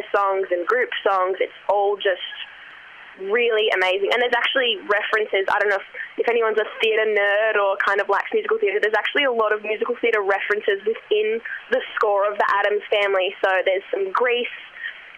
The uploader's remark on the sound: The phone audio quality is a bit scratchy. From Federation University.